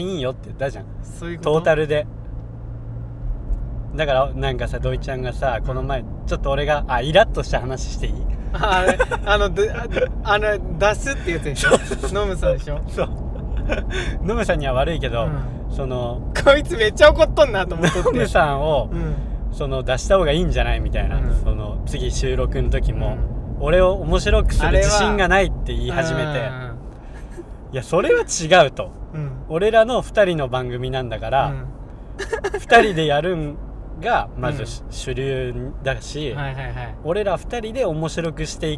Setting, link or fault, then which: setting, inside a vehicle